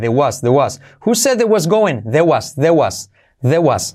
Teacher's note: al decirlo rápido, there was, la R decae